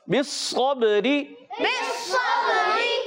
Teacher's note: پیارے بچوں ہوتا یہ کہ صاد سین سے بدل جاتا ہے، اگر اس کو ہم نے موٹا نہیں کیا تو یہ سین سے بدل جائے گا، ہم نے اس کو موٹا رکھنا ہے اور زیادہ موٹا رکھنا ہے